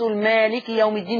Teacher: تقرأ بالألف المادية بعد الميم